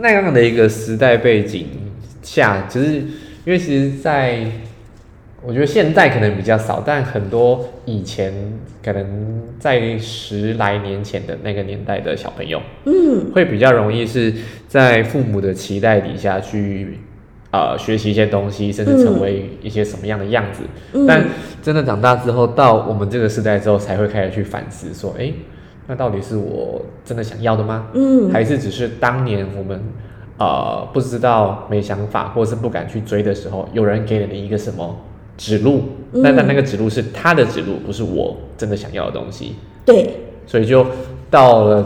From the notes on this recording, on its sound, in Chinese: 我現在上架才發現錄的時候回音有點重。